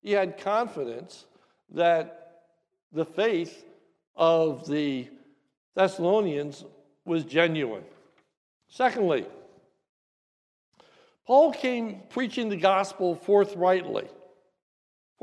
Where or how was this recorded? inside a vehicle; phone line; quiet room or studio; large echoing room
large echoing room